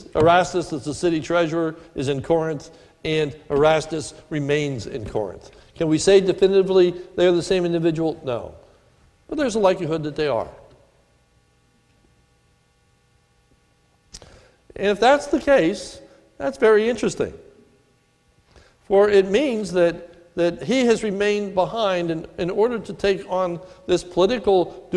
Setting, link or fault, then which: setting, large echoing room